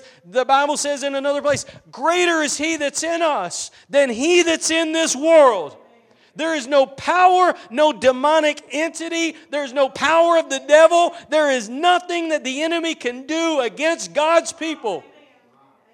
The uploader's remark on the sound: Preached at Gospel Lighthouse in Bossier City, La.